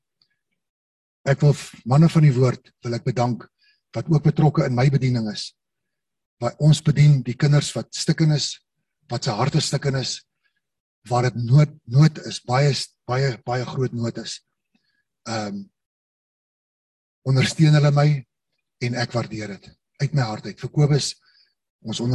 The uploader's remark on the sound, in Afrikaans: Manne van die Woord Zoom Byeenkoms 29 Maart 2022